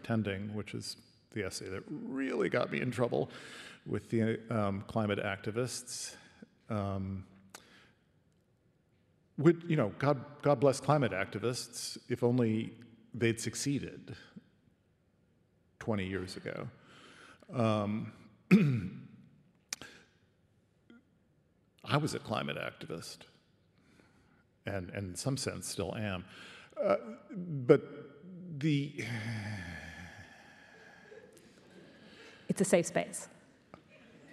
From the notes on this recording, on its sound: This podcast was recorded at The Capitol, Melbourne. Presented in partnership with RMIT Culture.